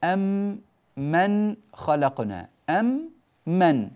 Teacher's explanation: لاحظوا قوله تعالى أم من خلقنا، أم من، فندغم وتصير يصير النطق بميم واحدة مشددة · Term: إدغام